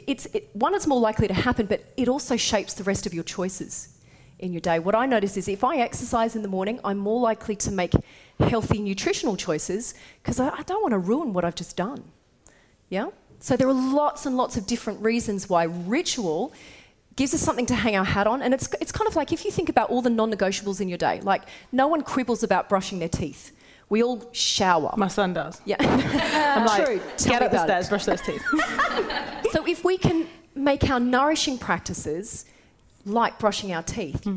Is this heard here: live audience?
yes